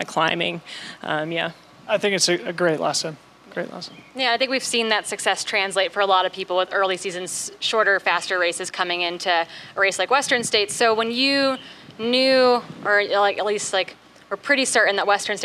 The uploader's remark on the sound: These are pre-race interviews recorded live from Olympic Valley before the 2021 edition of the Western States 100.